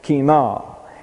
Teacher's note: It's accented on the last syllable.